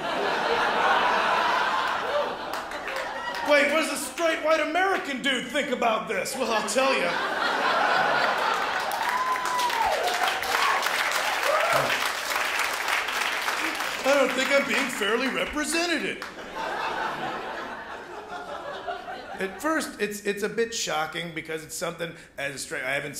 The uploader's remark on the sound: The best and biggest performances from the 2014 Melbourne International Comedy Festival's late night club on ABC2's Comedy Up Late.